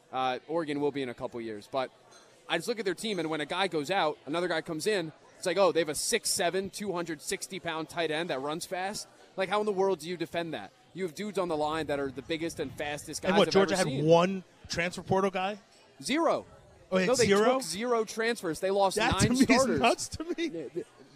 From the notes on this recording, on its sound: live at Monk's in Sun Prairie